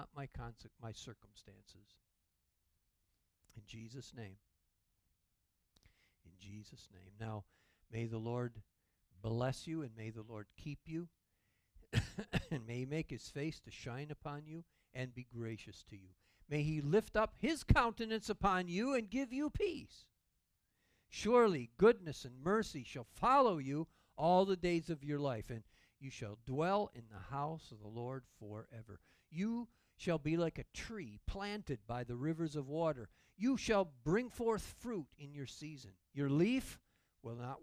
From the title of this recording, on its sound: Calvary Assembly of God live Stream